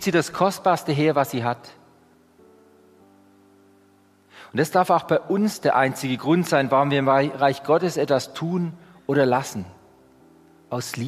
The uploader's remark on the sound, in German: Die Predigt aus dem Gottesdienst.